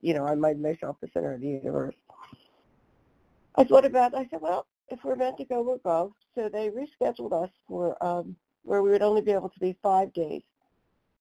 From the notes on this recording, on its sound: 100 Pounders Phone Meeting.